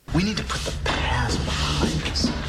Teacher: 这个 put 和 the 放在一起的时候呢，这个 t 有不完全爆破的现象